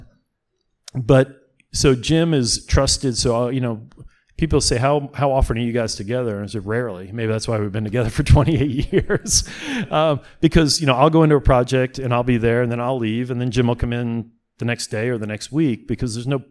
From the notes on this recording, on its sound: In front of an audience at the Pearl Street Warehouse in Washington, D.C. Their conversation was part of the National Links Trust Symposium on Municipal Golf.